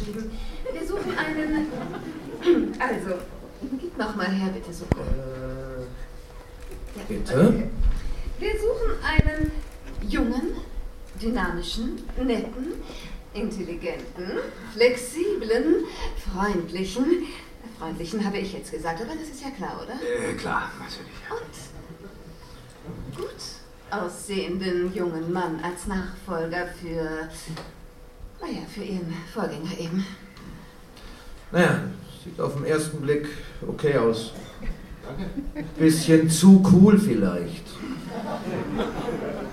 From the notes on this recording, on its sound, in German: Live-Hörspiel bei der Hörspiel-Arena 2012 in Köln.